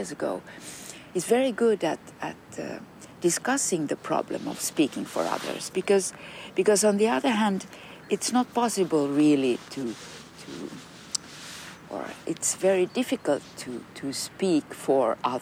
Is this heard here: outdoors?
yes